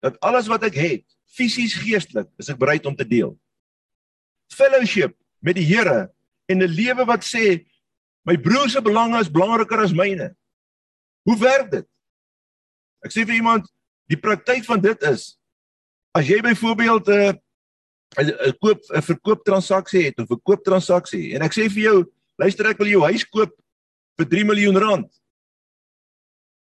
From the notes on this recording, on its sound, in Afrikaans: Manne van die Woord Zoom Byeenkoms 3 Mei 2022